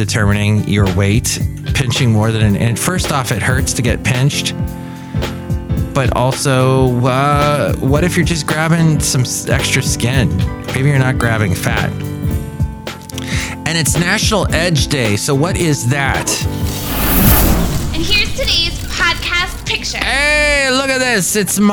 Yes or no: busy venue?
yes